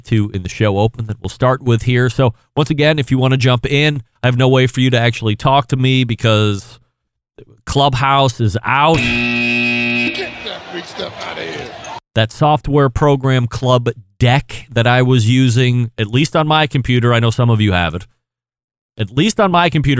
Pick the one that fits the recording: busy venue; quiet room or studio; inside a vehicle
busy venue